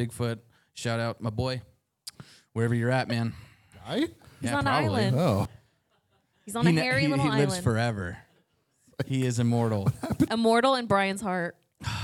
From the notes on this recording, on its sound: LIVE From Taproom-120. This time coming to you from the live show at Taproom-120 in Gilbert, AZ. A few surprise guests stop by!